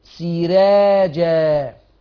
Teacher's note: مفتوحة يا شيخ، قبلها سين مكسورة، يبقى لما تلاقي راء مفتوحة وقبلها كسر ترقق الراء الورش